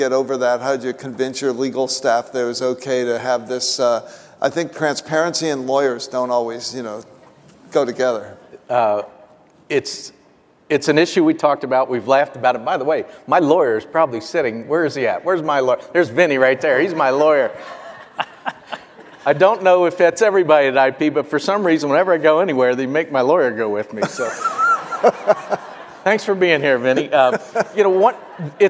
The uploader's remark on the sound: The best of live interviews from GreenBiz events.